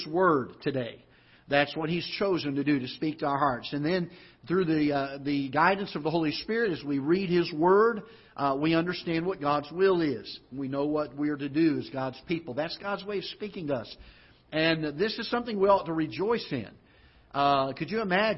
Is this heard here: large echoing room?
yes